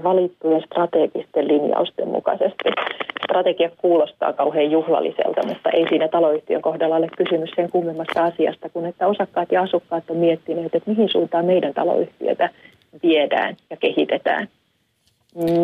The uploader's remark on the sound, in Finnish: soitttaa myös Isännöintiliiton osaamispalvelujen johtajalle